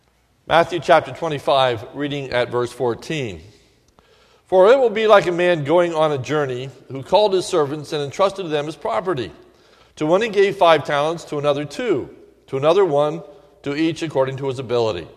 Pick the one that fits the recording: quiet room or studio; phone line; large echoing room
large echoing room